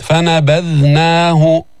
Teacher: ذال من طرف اللسان مع أطراف الثنايا العليا بدون تشديد